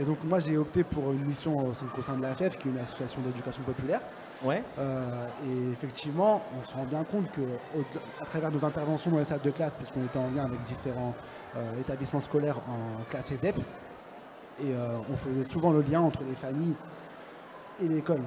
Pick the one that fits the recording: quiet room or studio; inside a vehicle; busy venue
busy venue